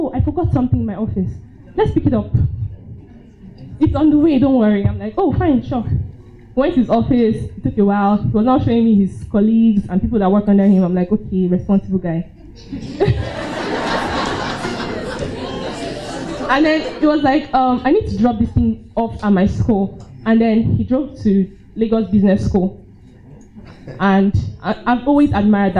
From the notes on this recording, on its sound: Three Stories from our live event on May 5 2018.